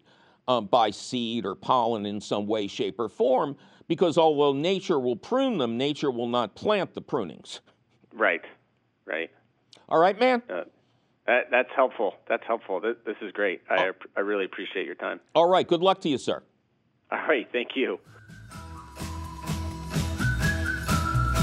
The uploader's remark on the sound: Your fabulous phone calls!